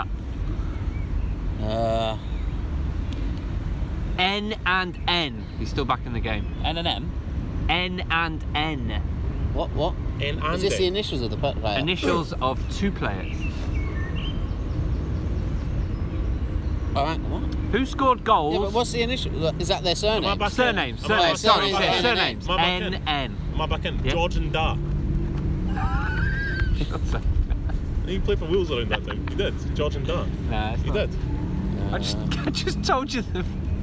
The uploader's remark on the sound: Podcast in the Park! Take things outside to the park.